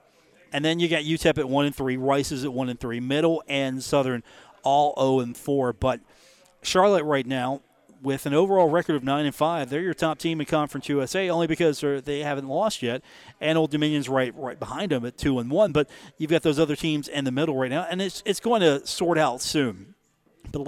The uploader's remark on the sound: Live from the Union Pub and Grill